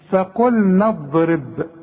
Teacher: اوعى تقلقل الضاد، انت ما خدتش حروف القلقلة، لكن الضاد لا تقلقل